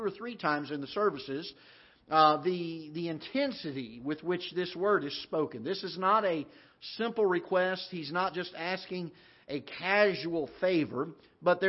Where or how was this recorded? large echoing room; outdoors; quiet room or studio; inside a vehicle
large echoing room